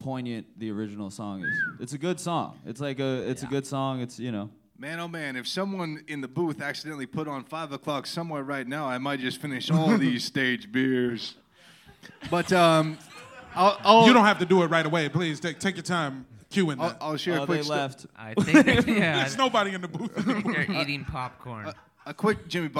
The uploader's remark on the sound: Live Pod that took place at Brain Dead Studios LA on September 5th, 2023